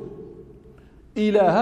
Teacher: إله الهمزة مخرجها أقصى الحلق، واللام لا إله اللام مرت، والهاء مخرجها أيضا أقصى الحلق.